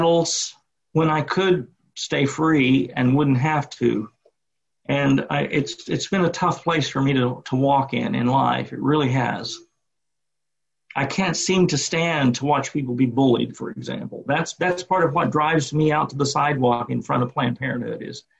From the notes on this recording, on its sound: Sunday morning service via Zoom.